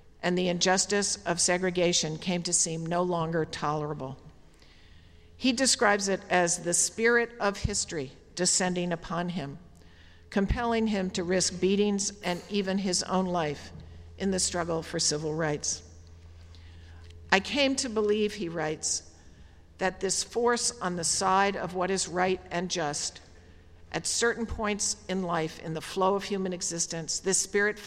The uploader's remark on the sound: at the Baccalaureate service on May 22, 2018, at the Memorial Church of Harvard University